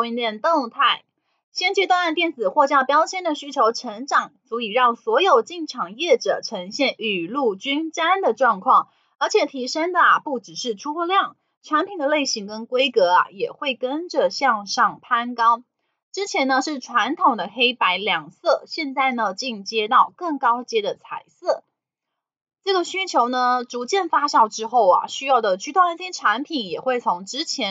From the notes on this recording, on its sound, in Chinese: 本集有些許雜音，已亟力避免，如有察覺請多多包涵。